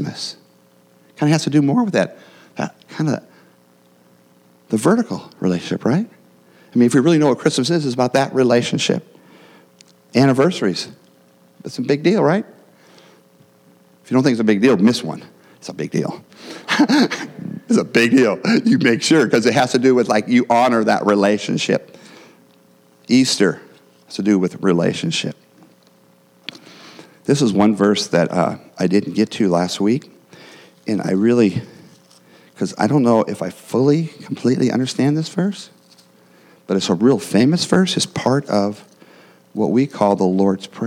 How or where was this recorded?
large echoing room